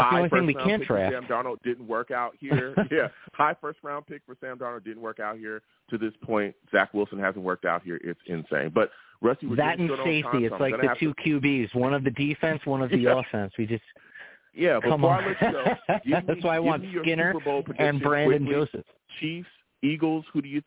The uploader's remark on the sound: I take live callers!